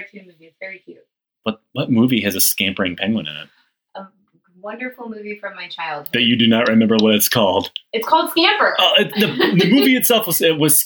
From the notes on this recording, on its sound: A little warning: We had some recording issues during this episode. Our producer did what he could to save it.